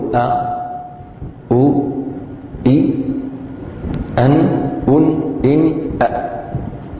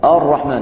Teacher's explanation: إذن دائما الهمزة تورقق في كل أحوالها · Shown in: first take